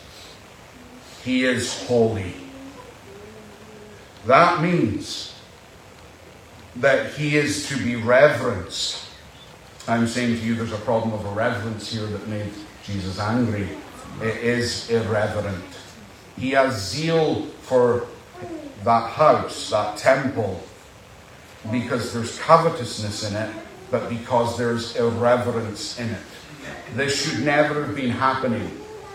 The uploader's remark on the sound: Apologies for the poor audio